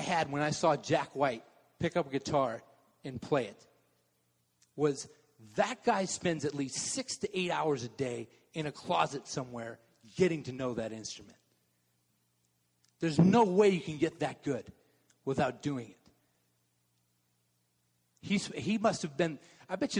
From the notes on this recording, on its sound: Message delivered durinbg the Contemporary Worship service.